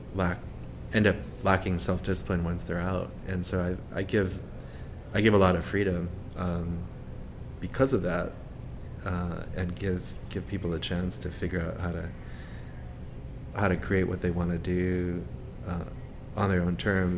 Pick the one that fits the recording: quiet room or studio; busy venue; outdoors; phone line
busy venue